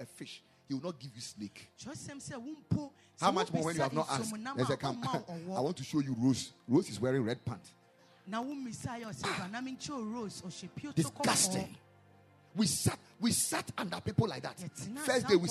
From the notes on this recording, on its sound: Preached at the Ekklesia Campus.